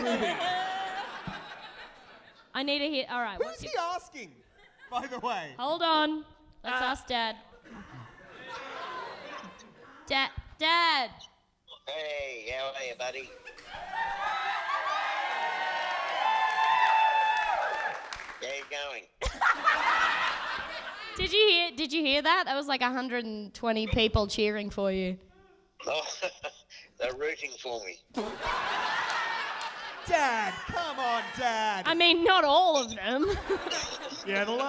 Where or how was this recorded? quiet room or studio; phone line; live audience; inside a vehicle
live audience